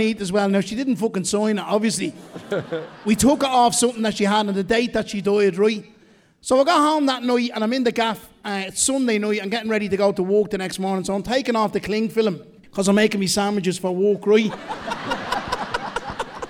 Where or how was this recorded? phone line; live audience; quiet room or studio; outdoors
live audience